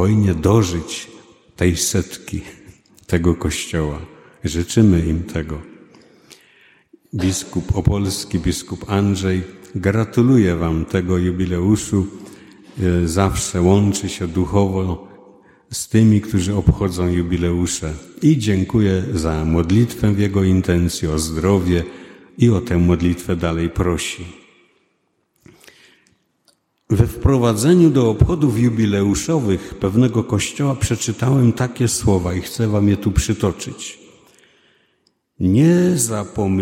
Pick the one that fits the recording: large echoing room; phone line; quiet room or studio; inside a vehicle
large echoing room